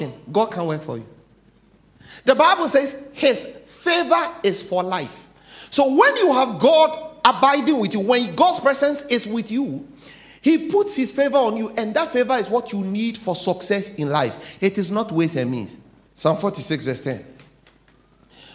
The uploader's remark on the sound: "The Presence Of God"sermon title preached at The Faithlife Church, Ghana-Tema Community 3 Site A.